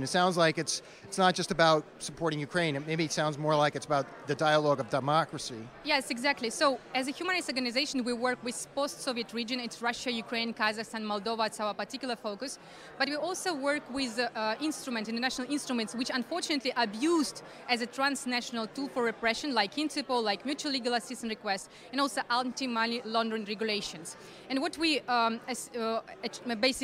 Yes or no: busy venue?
yes